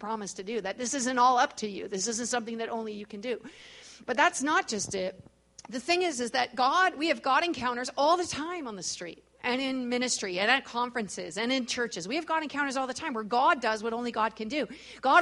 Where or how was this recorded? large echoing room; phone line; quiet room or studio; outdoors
large echoing room